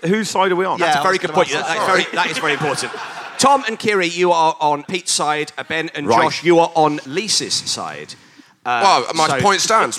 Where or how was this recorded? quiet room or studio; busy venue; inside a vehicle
busy venue